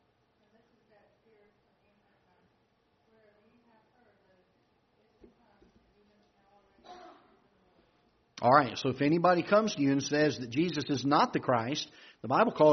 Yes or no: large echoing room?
yes